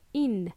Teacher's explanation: Sometimes when people speak fast or speak with slang, modismo, they will drop that G sound, G sound. So it doesn't sound like ing, but sounds like in.